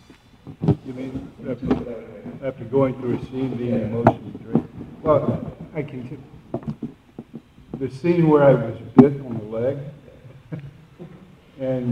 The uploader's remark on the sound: Panel From Comic Con.